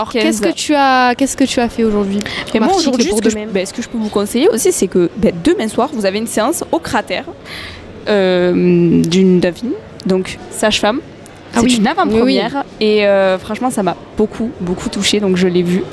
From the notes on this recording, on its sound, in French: 3e épisode en direct du Festival Itinérances d'Alès